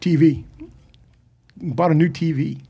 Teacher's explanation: The emphasis doesn't have to go on the V so much.